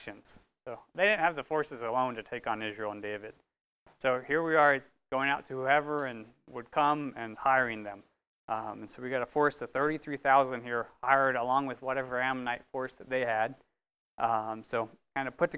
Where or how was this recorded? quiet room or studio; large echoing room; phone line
large echoing room